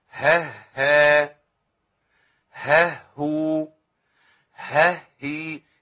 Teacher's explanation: هاء مشددة عبارة عن اتنين، هاء ساكنة ومحركة بفتح · Term: الهاء المشددة